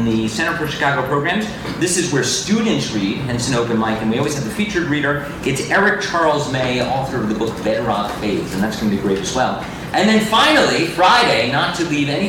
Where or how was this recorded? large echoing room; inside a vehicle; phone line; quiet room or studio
large echoing room